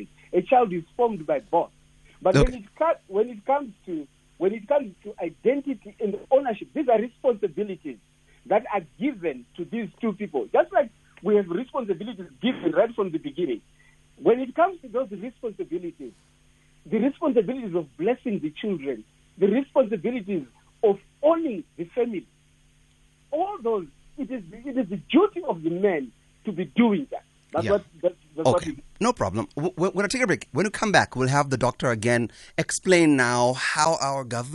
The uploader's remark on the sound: Guest on the phone